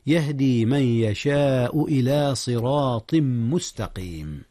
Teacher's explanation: أدغم النون في الياء إدغاما بغنة.